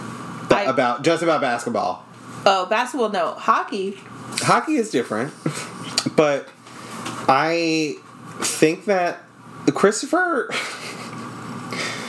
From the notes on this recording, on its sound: It was a warmer day when we recorded so you can hear our AC and we didn't catch it until editing time, so we're sorry for the fan sounds!